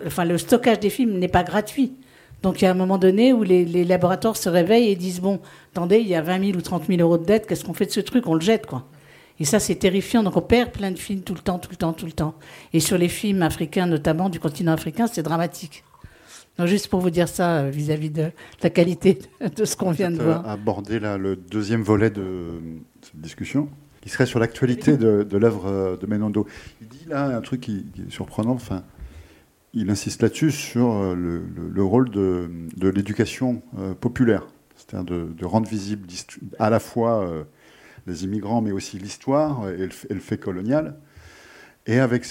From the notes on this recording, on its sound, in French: Une table ronde enregistrée au Vidéodrome 2